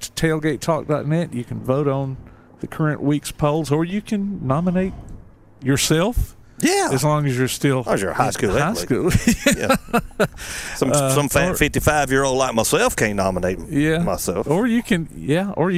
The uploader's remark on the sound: Live at Eli's Block Party Car Show